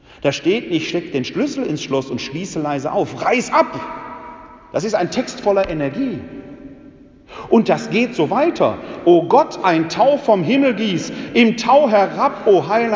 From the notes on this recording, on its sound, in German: In der Citykirche Elberfeld (Alte reformierte Kirche). Anlässlich des ökumenischen Gottesdienstes zur Eröffnung des Kirchenjahres.